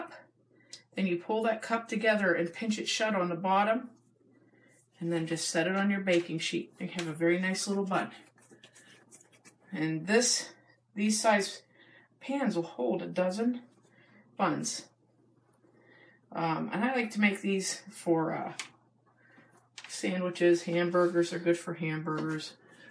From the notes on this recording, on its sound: Sorry for the recording quality, we did a Facebook live video so we weren't using our usual microphone.